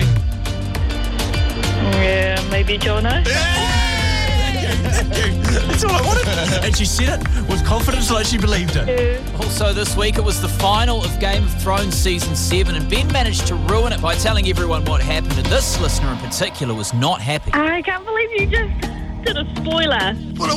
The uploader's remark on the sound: live from Timezone Botany for the 'Timezone Takeover'